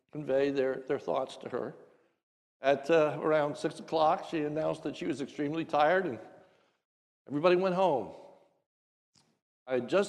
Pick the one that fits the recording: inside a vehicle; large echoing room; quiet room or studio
large echoing room